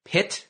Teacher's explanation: For example, the word pit, that's a P, aspirated